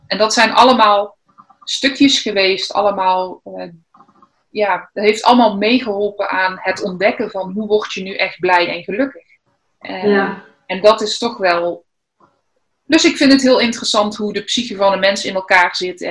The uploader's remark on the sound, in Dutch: Vanwege Corona een interview via Zoom, maar het gesprek was er niet minder om.